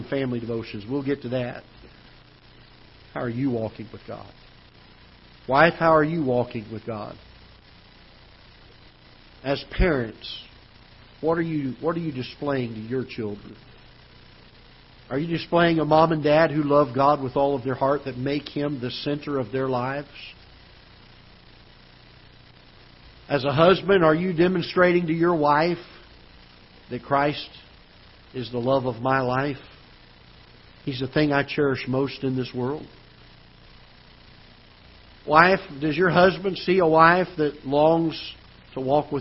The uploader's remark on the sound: Ketha Heights Baptist Church ~ Live Broadcast